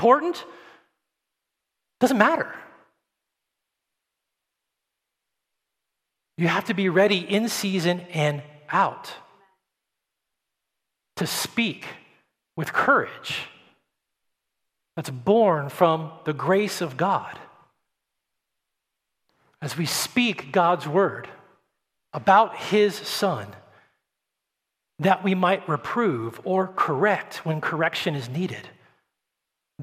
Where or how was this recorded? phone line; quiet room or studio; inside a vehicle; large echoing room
large echoing room